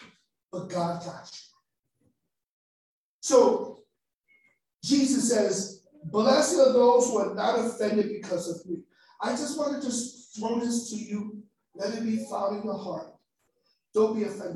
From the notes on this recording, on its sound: the facebook live recording so the sound may be a lil eh